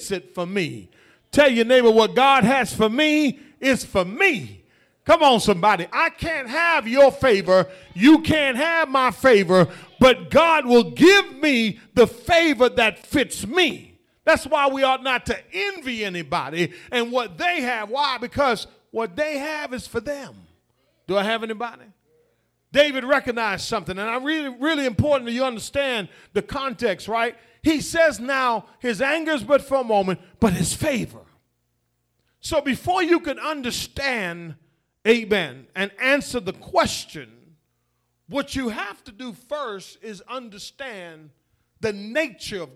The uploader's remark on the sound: The Vision Church Houston 11am Sermon